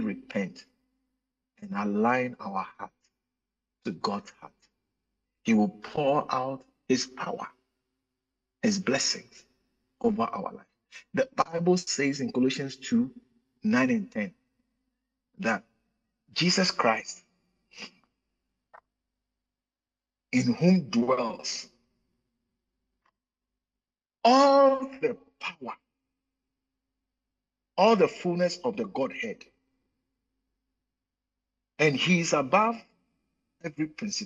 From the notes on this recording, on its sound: In today's message preached at the Living Waters Cathedral.